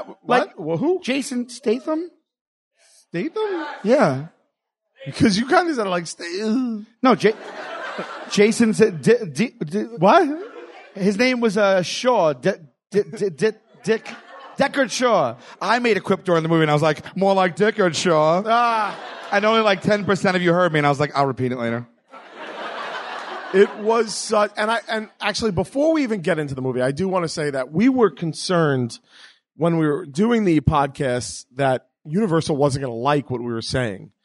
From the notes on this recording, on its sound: Recorded March 31st at the Gotham Comedy Club. The first ever live WSY in the United States! At the Gotham Comedy Club immediately after the Furious 7 screening.